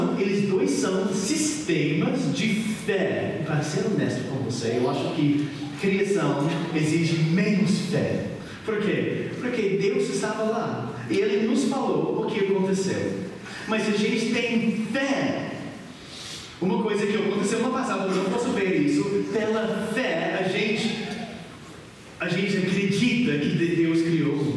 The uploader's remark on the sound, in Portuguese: Mensagem gravada na Igreja Batista Jardim Minesota